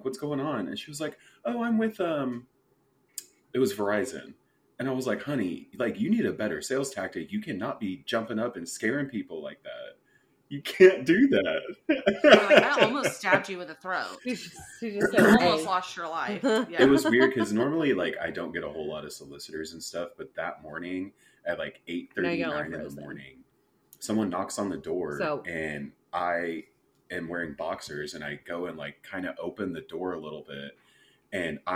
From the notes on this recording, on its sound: Is it really a 3 SWIB episode without technical difficulties?